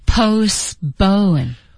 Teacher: 其实它的发音当中是没有特音的